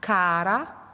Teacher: cara ist mit einem R und man flippt es. Man rollt es nur einmal. · Term: flipped